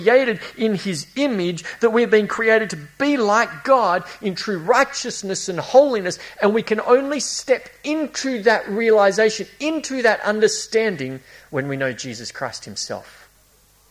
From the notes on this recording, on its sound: A series preached at Esperance Church of Christ.